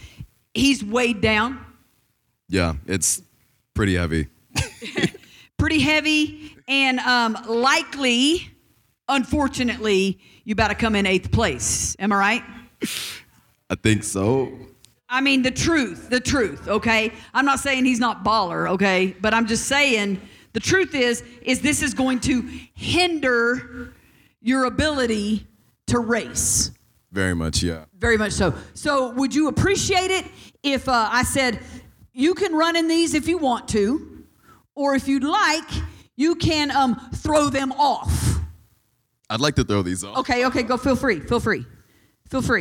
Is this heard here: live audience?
yes